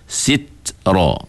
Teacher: huruf ta ini dia tidak ada qalqalah. Dia hanya ada hamas, iaitu angin sahaja.